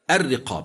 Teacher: راء مكسورة ووقع بعدها حرف استعلاء وهو القاف ترقق كما سمعنا